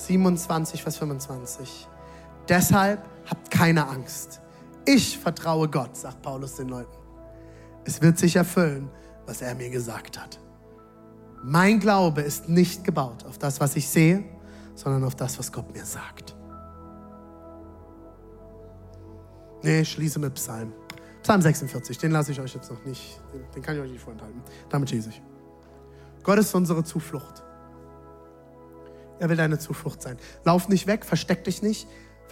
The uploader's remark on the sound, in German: Audiomitschnitt der Predigt